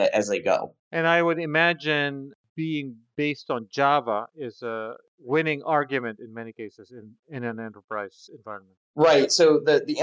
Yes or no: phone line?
no